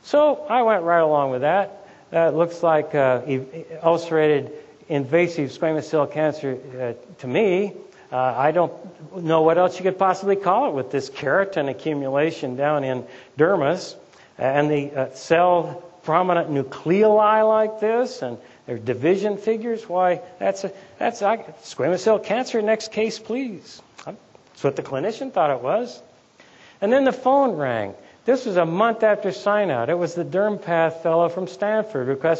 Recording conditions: live audience